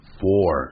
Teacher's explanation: 头往里说了，three，哇，难听了，轻轻咬的，three，再来一遍，three，而不要像有些人偷懒念成 tree。那就不对了，那么特别记住叫 three，第四 four 啊，别忘了 f o u r 有个 r 结尾，所以这个舌头呢一定是卷舌音的 four